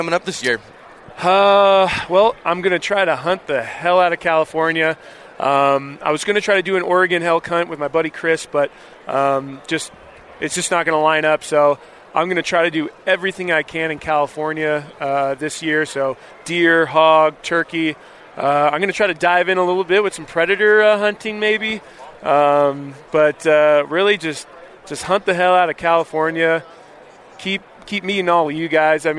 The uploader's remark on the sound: sits down with Living Country in the City at Hunt Expo in Salt Lake City